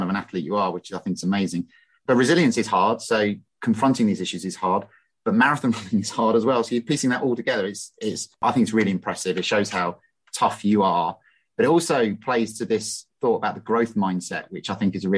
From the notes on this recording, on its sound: We have a normal intro and outro where I jog around Epping Forest but the main body of this podcast is a zoom chat. The media aficionados among you may find the continuity link from jogging to zoom to jogging again troublingly rustic.